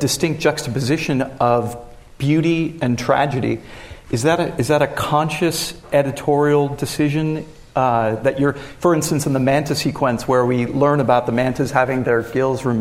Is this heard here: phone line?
no